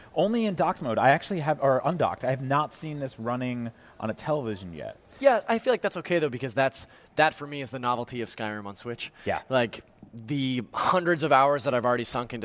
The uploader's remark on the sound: Travelled to Cologne, Germany, to report back live from the annual mega-games convention, Gamescom. It's a shorter episode since it was recorded as part of our live show.